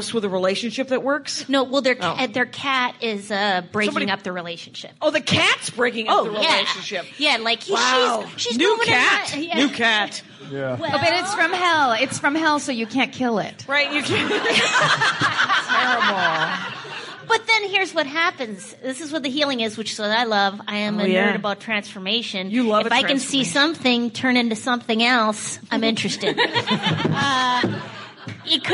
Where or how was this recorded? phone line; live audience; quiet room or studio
live audience